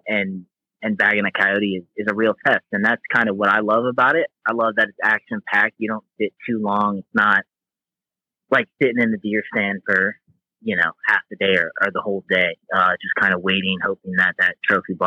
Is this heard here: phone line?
yes